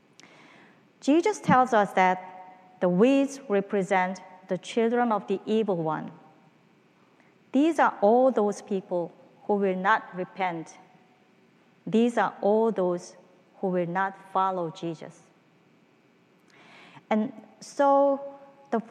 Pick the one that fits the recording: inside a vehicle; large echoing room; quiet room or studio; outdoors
large echoing room